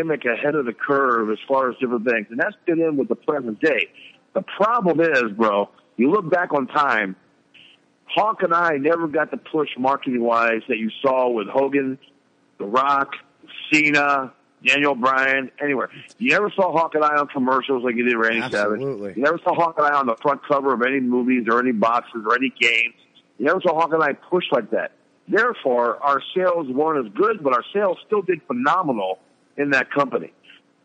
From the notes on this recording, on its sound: Phone interview.